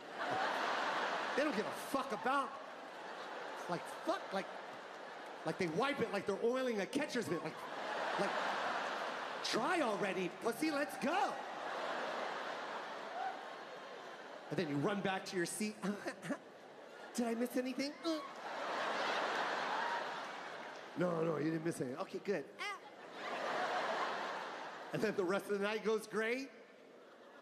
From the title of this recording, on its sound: Live from the Los Angeles Forum 2022